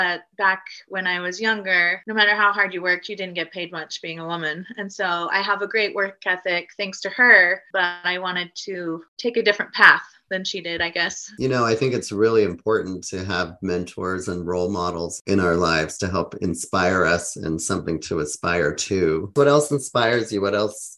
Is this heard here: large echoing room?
no